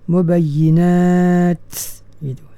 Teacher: Kita waqaf pada huruf ta tu dengan menzahirkan sifat hamas dia, mubayyinat ya? Nah, kita letakkan hujung lidah di tempat keluar huruf ta dan dilepaskan dalam keadaan yang dikeluarkan bunyi angin tu